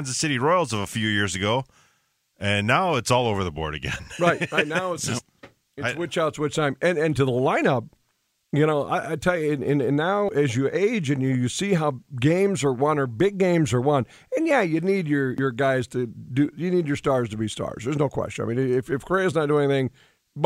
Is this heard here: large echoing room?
no